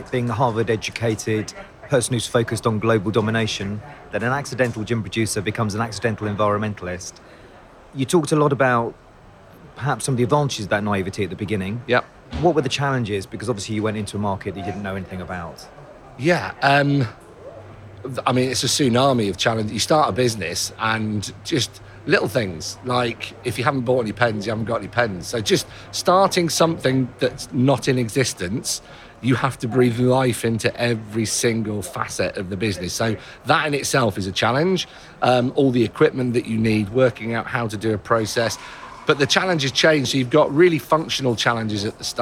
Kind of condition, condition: setting, busy venue